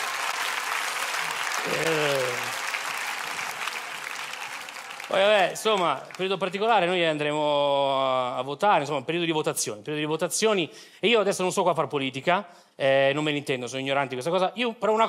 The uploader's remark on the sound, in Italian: Registrato al Teatro Manzoni di Milano